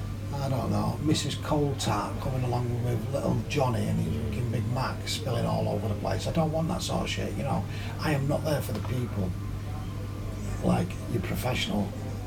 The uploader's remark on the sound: This time I ended up in Manchester. Recorded in the pub he owns next door. I apologize for the quality of the audio but this as well is the beauty of being on the road, sometimes you end recording in an English pub.